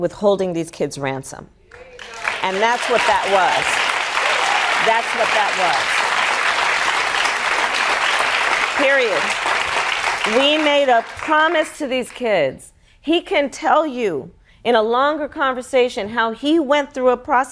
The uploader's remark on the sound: answers audience members' questions